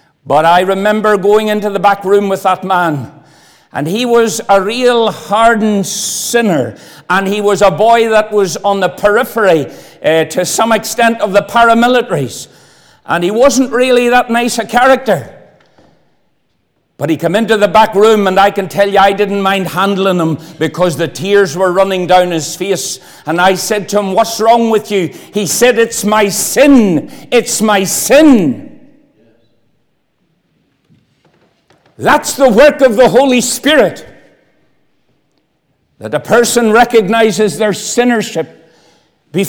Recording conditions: large echoing room